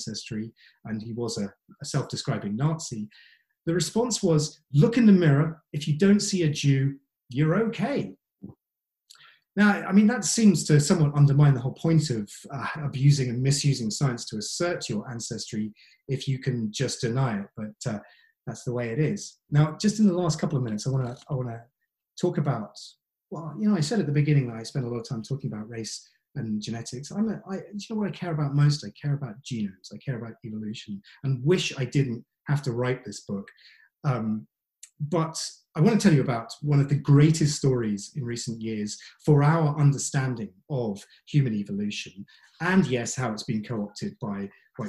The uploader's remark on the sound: This talk was recorded at the online 5x15 event. There are only two rules - no scripts and only 15 minutes each.